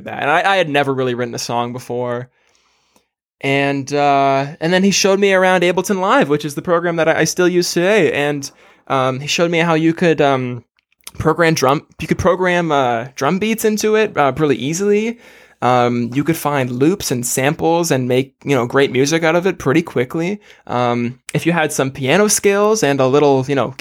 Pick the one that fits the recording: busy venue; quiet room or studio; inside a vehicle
quiet room or studio